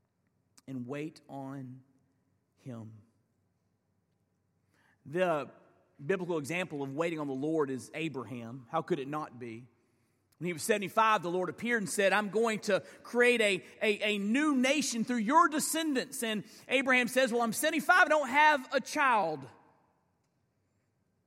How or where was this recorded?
large echoing room